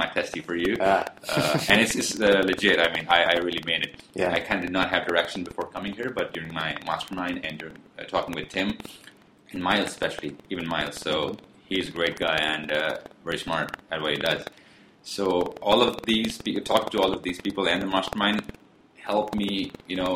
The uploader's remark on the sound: There is a bit of distortion in the audio towards the last 10 min of the track.